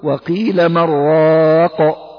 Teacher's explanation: ومن أراد أن يصل، وهذا ما يسمى بالإدراج، في هذه الحالة تدغم نون من في راء راق